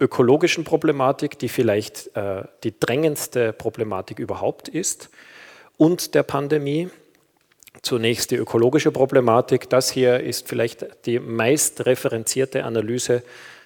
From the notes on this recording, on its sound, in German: Ihr hört einen Vortrag. Der im Rahmen einer universitären Veranstaltungsreihe in der Theologischen Fakultät Innsbruck stattgefunden hat.